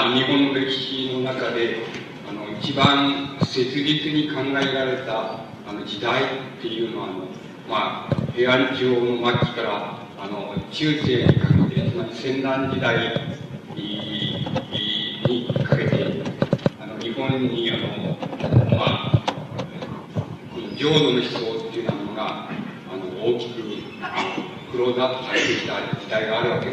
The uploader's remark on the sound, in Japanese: 音質：２。主催：近代文学研究会（雑誌「城」の研究会）。場所：佐賀市民会館。近代文学研究会 例会 二百回記念講演会として行われた。ノイズが多く、ホールの残響音もあって 聞き取りづらい。